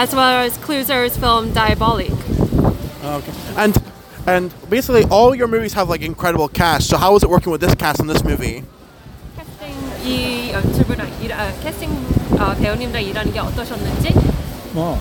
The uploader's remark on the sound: At the London Film Festival 2023 I had the amazing opportunity to cover the red carpet. Here is the audio of the questions I asked on the carpet.